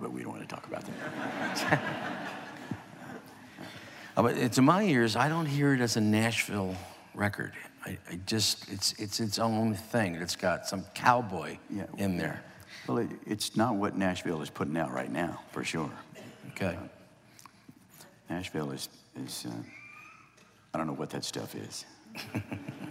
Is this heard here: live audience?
yes